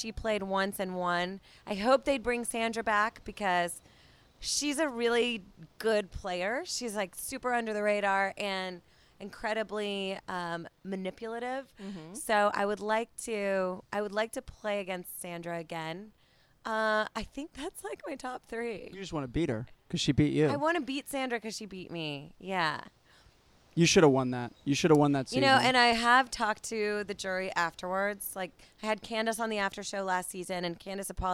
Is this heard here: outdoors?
yes